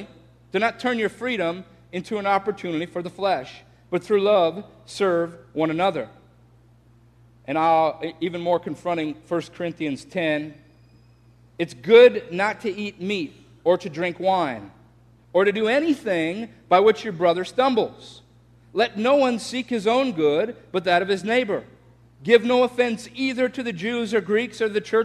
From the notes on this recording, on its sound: This message was shared in context to a Sunday service at Bethany Church in Bloomington, MN.